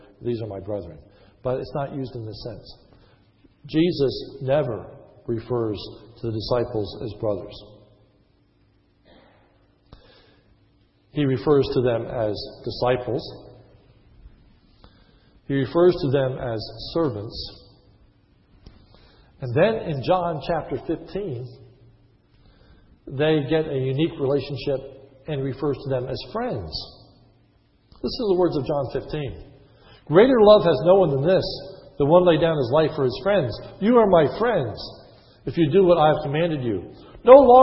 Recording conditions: large echoing room